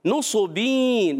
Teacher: نصوبین، نون پر پیش، صوت پر پیش، حرکات کو نہیں کھینچیں گے. صوت حرف مستعلیہ میں سے بھی، حرف مطبقہ میں سے بھی، ایکسٹرا موٹے حروف میں سے بھی ہے تو موٹا رکھنا ہے. اور نصوبین تنوین کے بعد آ گیا یا، ادغام مال غنہ، کہ جب کبھی نون ساکن تنوین کے بعد حرف ارملون آ جائیں، یا واو میم نون، ادغام مال غنہ.